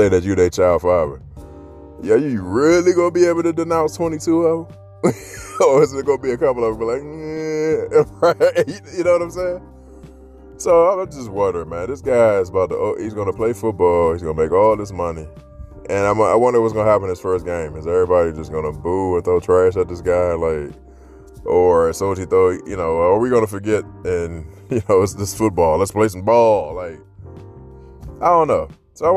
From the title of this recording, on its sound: Friday walk and talk